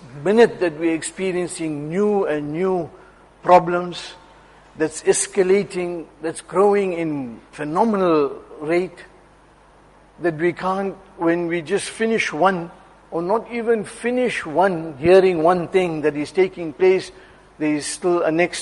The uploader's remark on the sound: Jumuah lecture at Masjid ur Rahman.